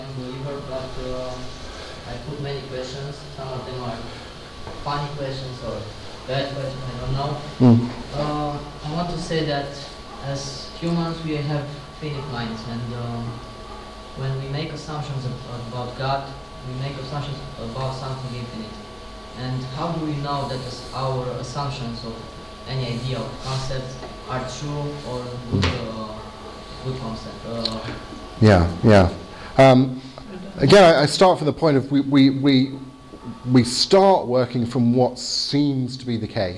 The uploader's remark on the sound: Lecture with Q&A (in English) at the Areopagus Centre in Timisoara, Romania, 20th November 2018